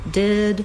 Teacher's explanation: We have the vowel ih, which is a lax high front vowel. Basically, that's the same vowel sound that's in did, and when you learn a lot of words and sounds surrounding that ih sound, it's easier to do it in the word bill.